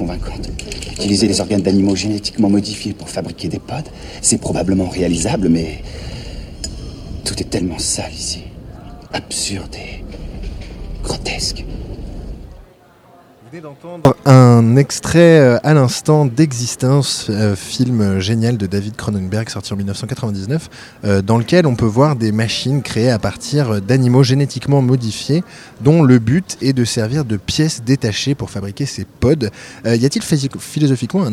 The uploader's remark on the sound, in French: enregistrée en direct des Utopiales le 29 octobre 2016